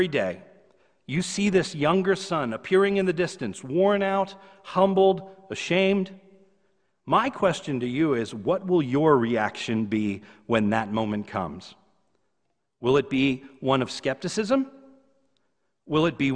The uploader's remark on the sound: This is a sermon recorded live at the Lebanon Bible Fellowship Church in Lebanon, PA on 11/08/2020 during the evening service